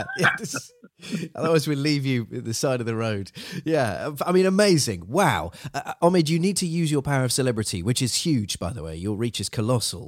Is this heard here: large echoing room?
no